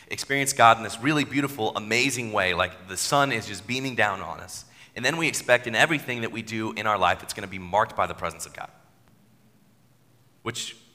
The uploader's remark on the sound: Sermon at New City Church